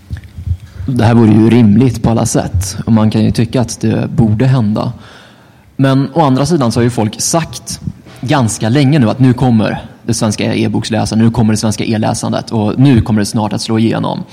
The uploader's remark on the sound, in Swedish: Denna panel spelades in på Swecon 2014 – Steampunkfestivalen i Gävle.